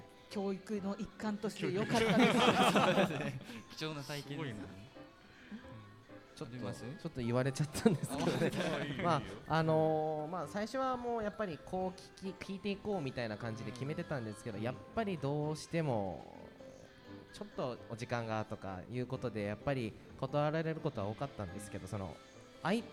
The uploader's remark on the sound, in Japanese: 公開収録パート②。ガーデンズ千早1stアニバーサリーで、九州産業大学地域共創学部の学生によるワークショップを開催しました。ちはや公園でどんなことがやってみたいかを来場者の方へ緊張しながら開催しました。また、学生によるMCで公開収録した模様をお届けします。